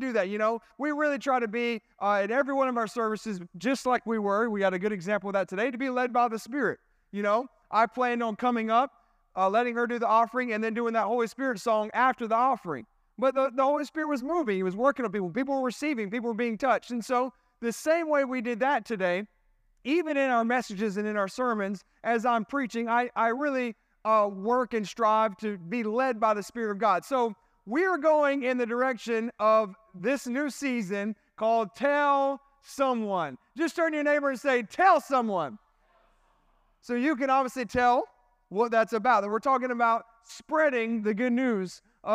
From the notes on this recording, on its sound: This sermon was recorded at Family Worship Center in Columbia, SC